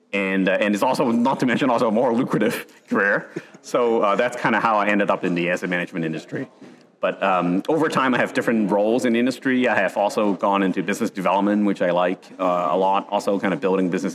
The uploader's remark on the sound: This episode was recorded live on the floor of Nicsa’s annual General Membership Meeting in November 2023.